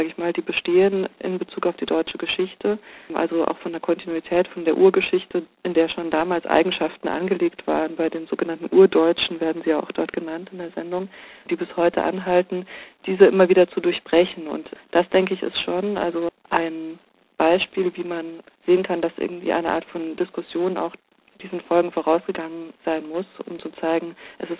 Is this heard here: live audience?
no